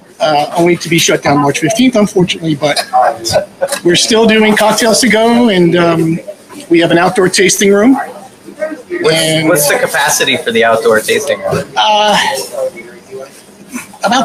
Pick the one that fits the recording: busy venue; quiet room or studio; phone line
busy venue